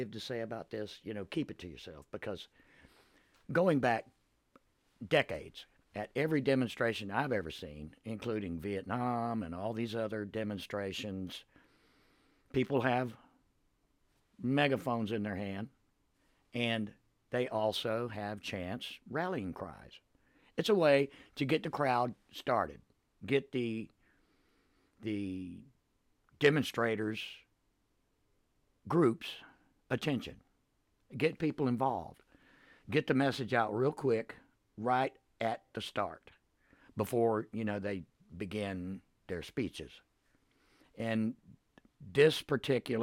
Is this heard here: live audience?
no